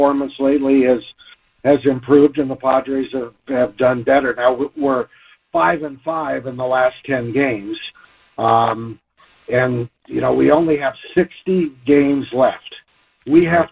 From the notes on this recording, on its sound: fans call in to say their piece